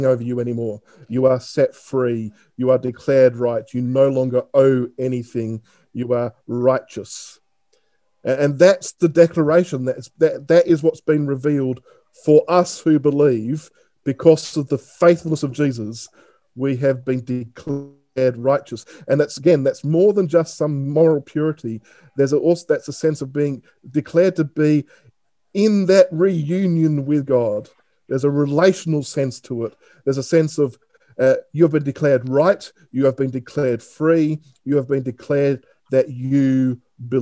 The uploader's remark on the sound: This talk is taken from the second zoom meeting of our Lent Course on March 3rd, 2021.